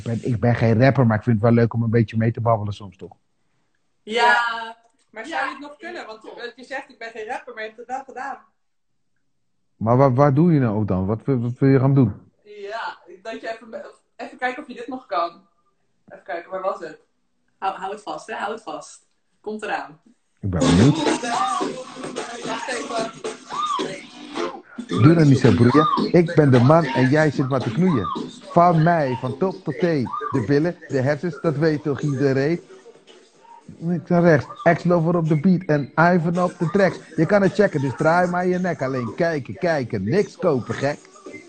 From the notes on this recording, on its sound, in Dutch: Voor het eerst delen we de audio van onze Instagram lives die we sinds maart 2020 wekelijks hebben opgenomen met verschillende ondernemers.